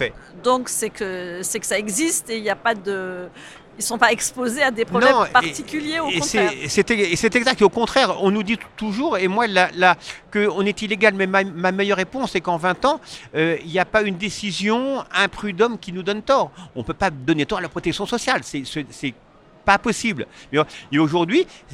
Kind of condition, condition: setting, busy venue